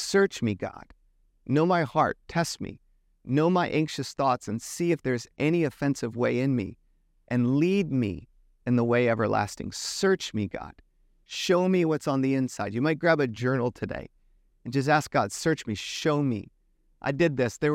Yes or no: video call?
no